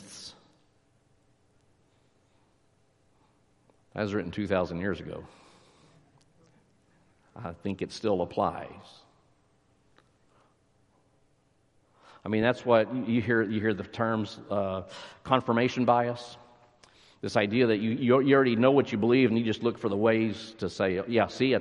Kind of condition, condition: setting, large echoing room